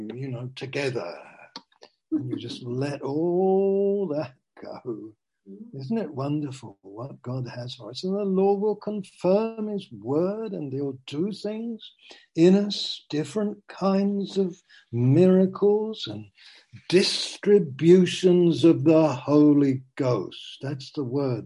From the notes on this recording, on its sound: Zoom. Teign Valley Sessions.